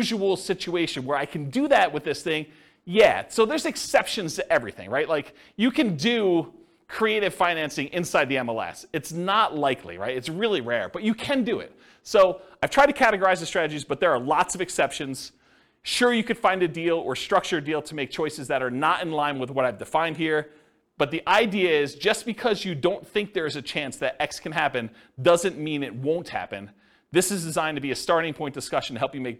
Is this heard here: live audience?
yes